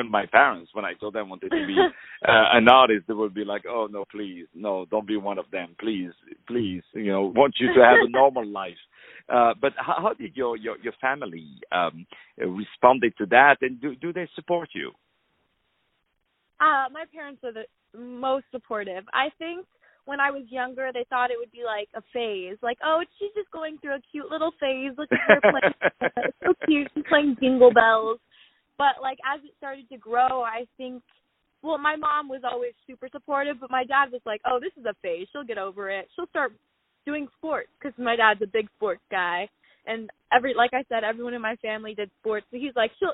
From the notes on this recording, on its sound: On the phone